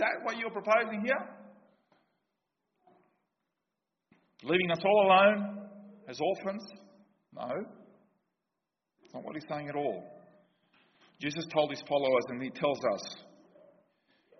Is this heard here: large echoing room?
yes